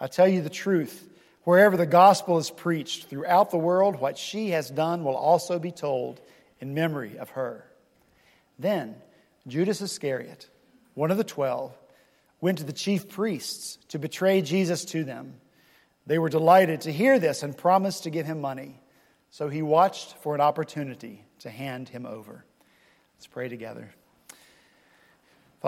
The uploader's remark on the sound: this past Sunday, March 20 at Redeemer Presbyterian Church in Charleston, SC